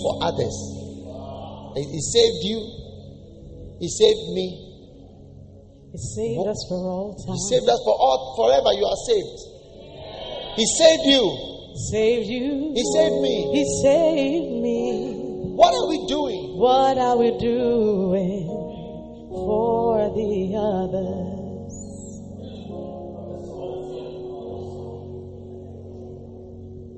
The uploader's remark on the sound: Preached at Lighthouse Chapel International, New Gbawe.